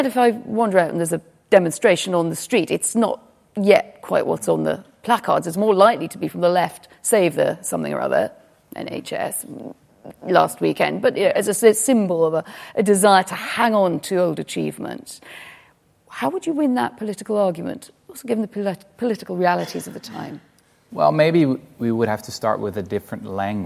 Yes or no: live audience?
yes